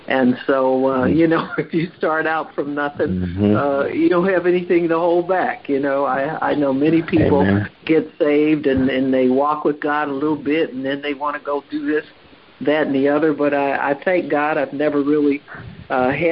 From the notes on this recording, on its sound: HEALING TEACHING CONFERENCE CALL.